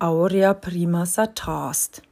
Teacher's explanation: Eigentlich heißt der, die Stelle sata est. Das e wird aber elidiert, ausgestoßen oder weggenommen. Und deswegen heißt es dann aurea prima satast. · Term: Aphärese